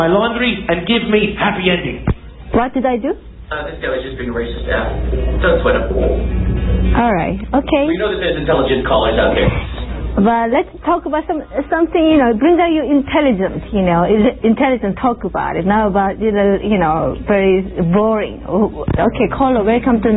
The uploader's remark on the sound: Prank Phone Calls